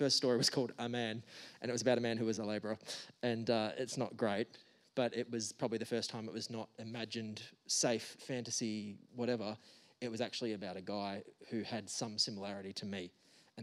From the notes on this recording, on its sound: The bookseller for this event was Readings . This podcast was recorded on 4 August 2022 at the Wheeler Centre.